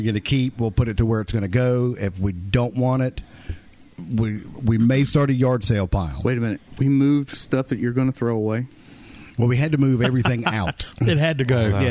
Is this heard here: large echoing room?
no